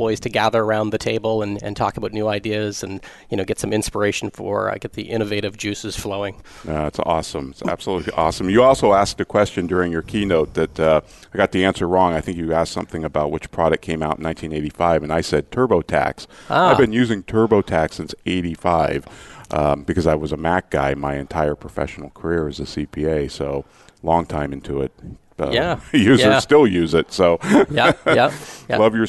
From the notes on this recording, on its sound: Live Broadcast at the The IPBC IGNITE Conference.